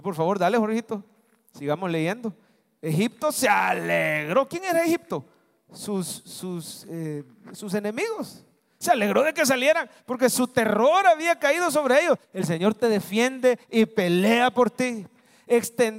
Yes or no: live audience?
yes